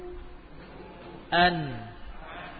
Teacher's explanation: Ujung lidah, dari arah depan pada gusi. Juga ada suara gunnah yang melewati pangkal hidung. · Term: nun